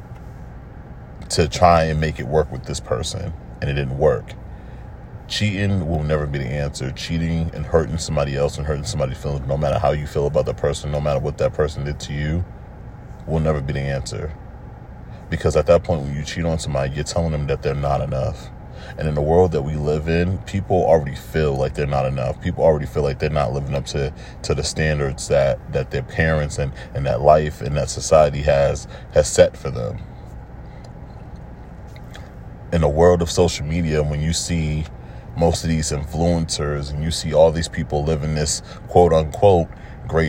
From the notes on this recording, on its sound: I’m just sitting in my car thinking about life. I decided to just record a lil something.